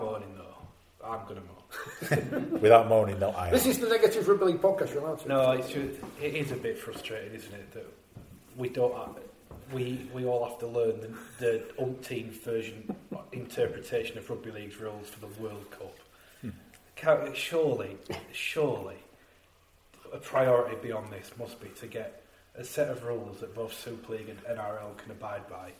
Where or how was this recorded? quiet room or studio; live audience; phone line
live audience